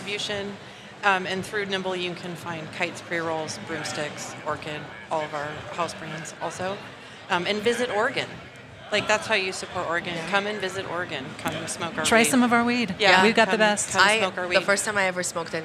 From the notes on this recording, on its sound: Recorded at MJBizCon 2023.